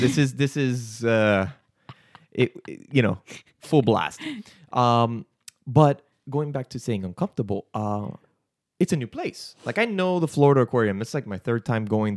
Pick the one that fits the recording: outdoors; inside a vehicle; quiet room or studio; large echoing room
quiet room or studio